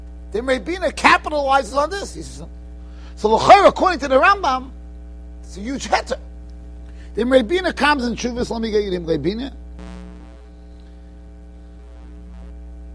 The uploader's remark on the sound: Shiur recorded in Yeshivas Ohr Reuven, Monsey, NY.